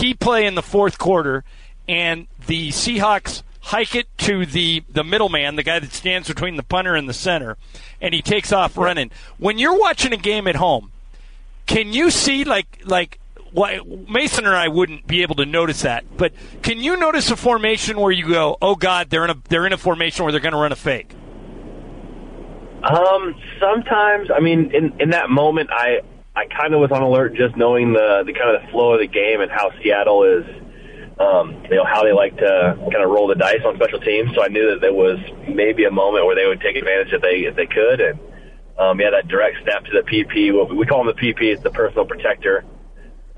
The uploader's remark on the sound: called